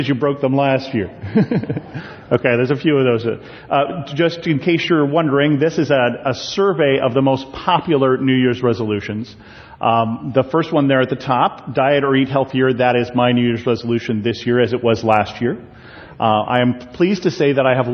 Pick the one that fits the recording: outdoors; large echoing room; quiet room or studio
large echoing room